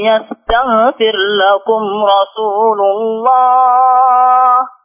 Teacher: أن السين في رسول مفخمة شوي